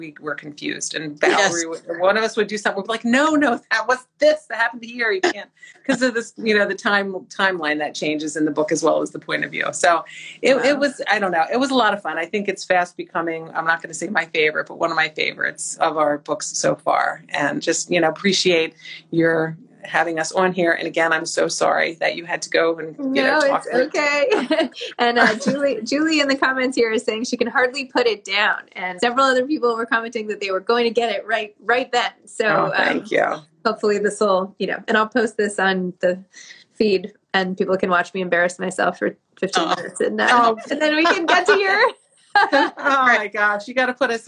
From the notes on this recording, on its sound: for an Instagram Live